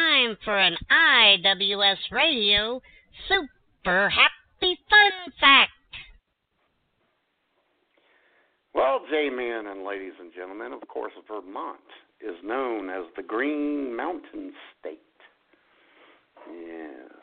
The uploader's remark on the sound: Your phone calls. IWS Radio presents: October Surprise 2016!!